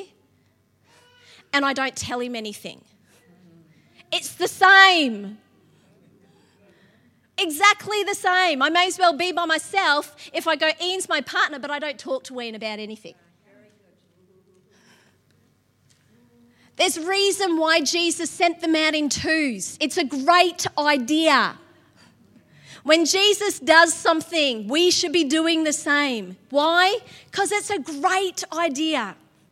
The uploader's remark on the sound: LIVE at Echo Church